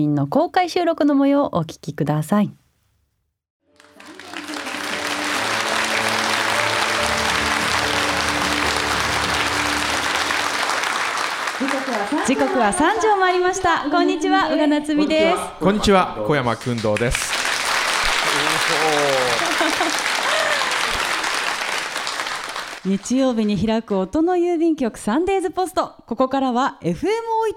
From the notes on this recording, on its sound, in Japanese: サンポス初の公開収録ディレクターズ・カット版！JR由布院駅にある「アートホール」で行った模様。